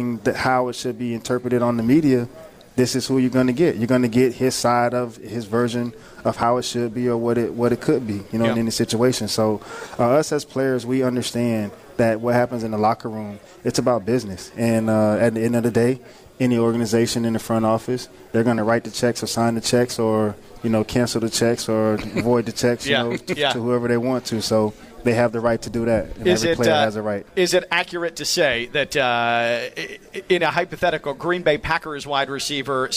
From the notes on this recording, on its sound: live from the Palm Beach Kennel Club